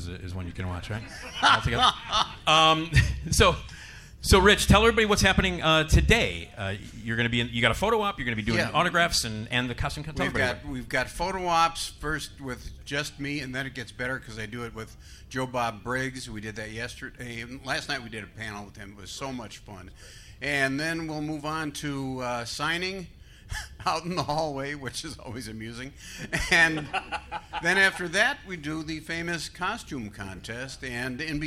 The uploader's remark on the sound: LIVE From Flashback Weekend Horror Convention! Recorded LIVE from the stage at The 2023 Flashback Weekend Horror Convention. Have fun with the Flashback audience.